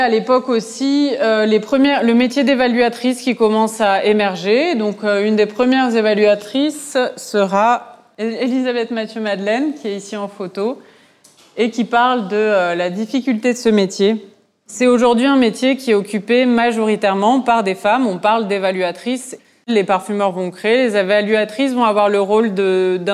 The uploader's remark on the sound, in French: À l’occasion des Journées européennes du patrimoine, le lieu de création artistique POUSH, situé dans les bâtiments de l’ancienne parfumerie L.T. Piver à Aubervilliers, a accueilli la table ronde. Initiée par le Conseil Départemental de la Seine-Saint-Denis.